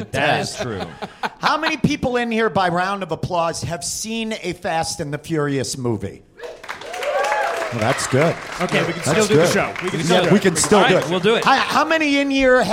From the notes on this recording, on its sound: This live episode from High Plains Comedy Festival.